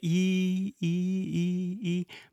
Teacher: So when you say e e e e, my tongue is at the very top of my mouth, at the roof of my mouth, and very to the front, almost coming out of my mouth, but not quite